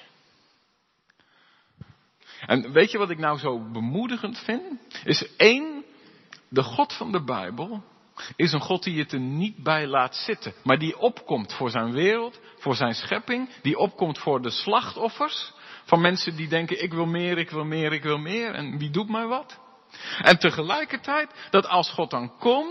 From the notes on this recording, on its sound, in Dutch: De preek is op 25 september 2022 opgenomen in de De Hoeksteen in Haren